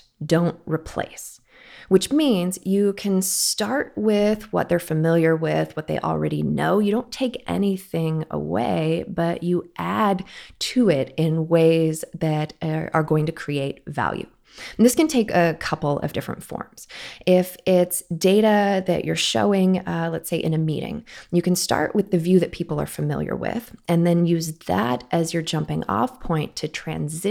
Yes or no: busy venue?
no